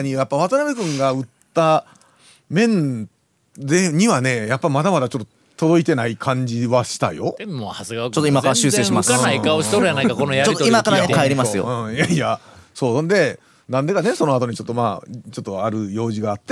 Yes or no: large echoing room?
no